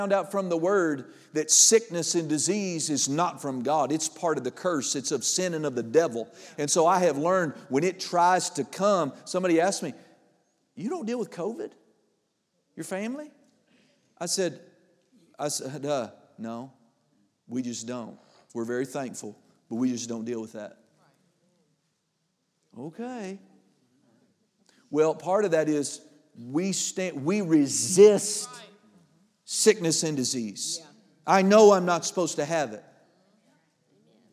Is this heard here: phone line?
no